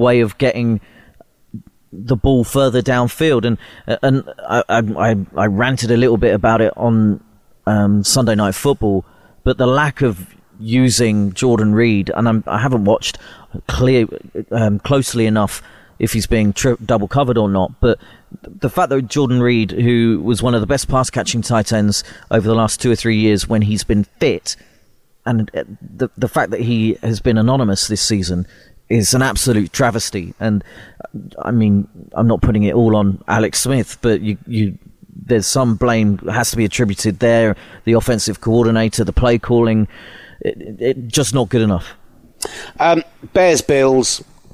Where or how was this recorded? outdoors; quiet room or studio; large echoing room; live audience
outdoors